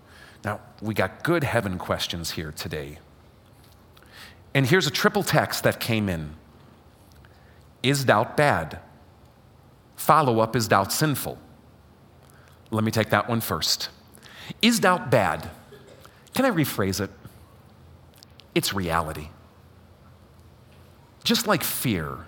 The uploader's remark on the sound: LIVE during Fellowship of Faith's Sunday morning worship service